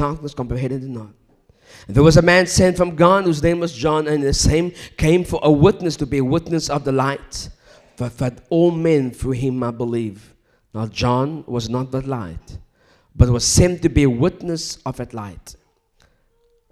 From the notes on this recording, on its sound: recorded during a live service in October 2019